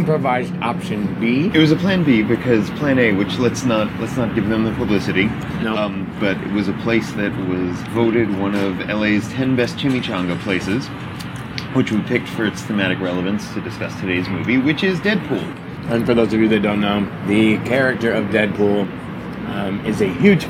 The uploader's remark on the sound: Recorded at Hugo's Tacos in Studio City, CA.